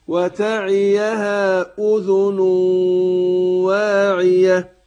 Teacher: أدغمنا النون الساكنة في الواو أدغام بغنة